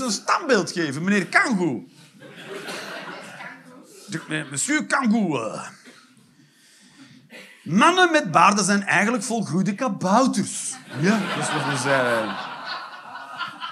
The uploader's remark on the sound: Live 8 November 2023, foyer Arenbergschouwburg, Antwerpen.